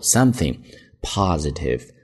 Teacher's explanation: Something 中间的 T H 是一个轻辅音，咬舌头